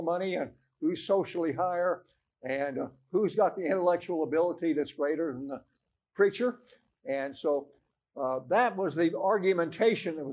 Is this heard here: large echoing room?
yes